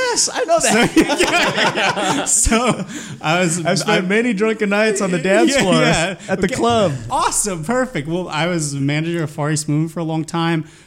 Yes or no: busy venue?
yes